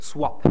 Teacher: Il faut bien voir que le W, là, le W, c'est une bilabiale comme P, mais une bilabiale affaiblie, c'est-à-dire une bilabiale non occlusive. Donc la transition SP, soi, correspond à la transition rotation contre pendulation, pendulation étant une rotation partielle et alternée.